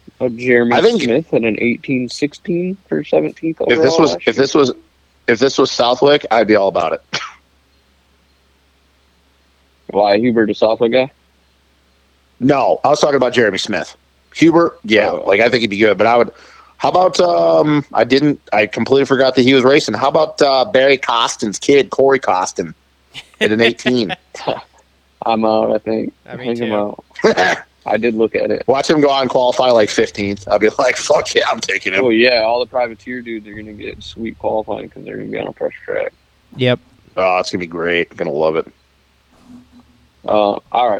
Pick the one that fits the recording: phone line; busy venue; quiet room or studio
phone line